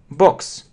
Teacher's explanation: Такой звонкий звук «б», «б». Он резче, чем русский.